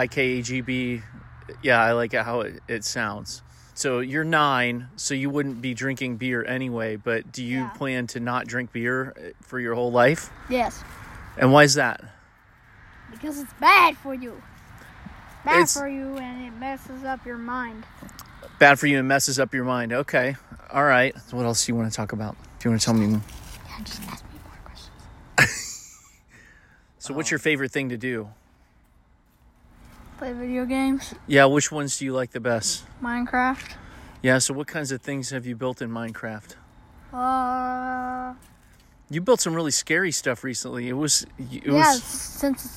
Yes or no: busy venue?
no